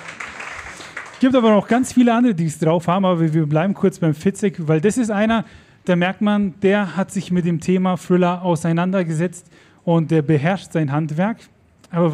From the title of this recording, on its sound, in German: LuLL Live bei der Podcast Brause am 7. Juni 2023